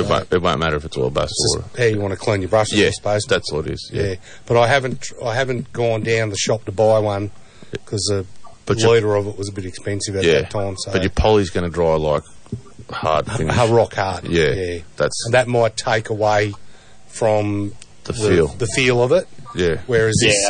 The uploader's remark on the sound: The Commercial Club Fishing Club call in.